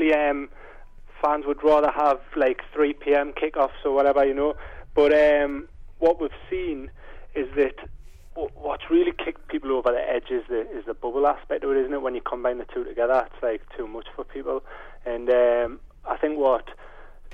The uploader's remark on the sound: Joins us on the phone, too. In the studio.